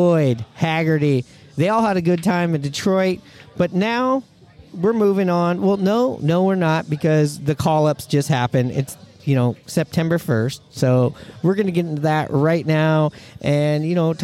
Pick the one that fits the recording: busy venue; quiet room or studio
busy venue